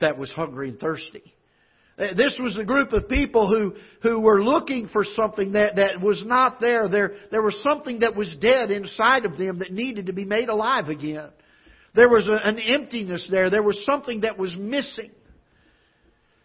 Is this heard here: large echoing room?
yes